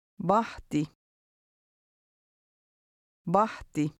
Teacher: Notice that the H is never silent in Finnish.